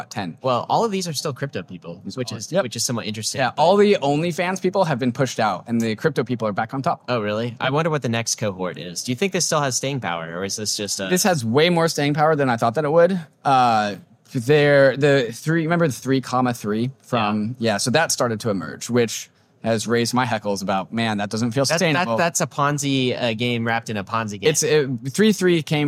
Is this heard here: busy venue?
yes